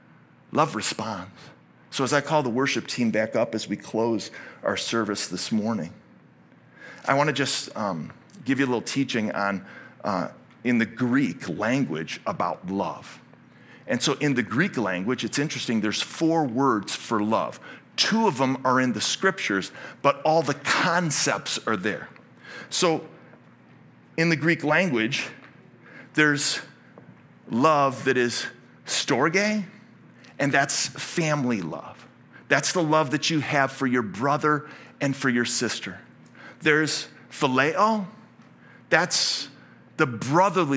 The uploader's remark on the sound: Originally preached at Highpoint Church on Sunday, December 10, 2023. This message was originally preached at Highpoint Church.